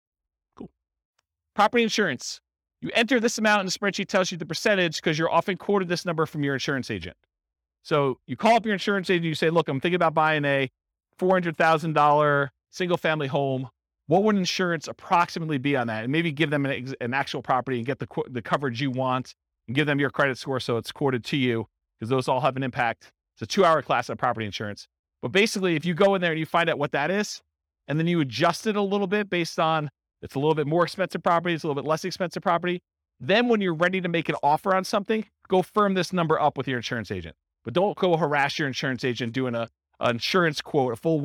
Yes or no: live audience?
yes